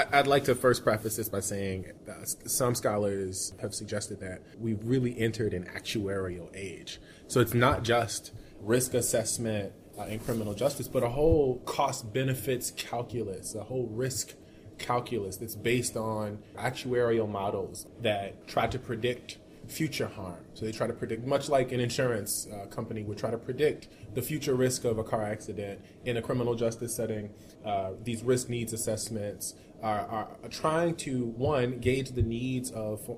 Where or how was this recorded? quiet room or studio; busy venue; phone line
busy venue